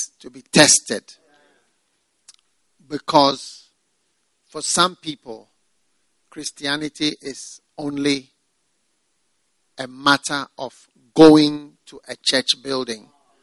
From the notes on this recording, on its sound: Preached at the FLOW Service, First Love Church.